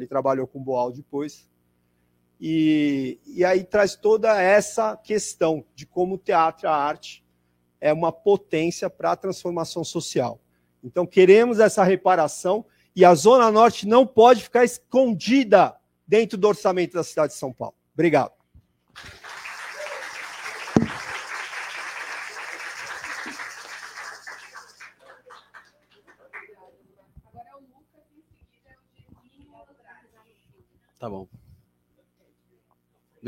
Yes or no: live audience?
yes